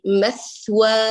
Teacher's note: اتركي الصوت يجري الثاء الى وصولك للواو تحقيقا للرخاء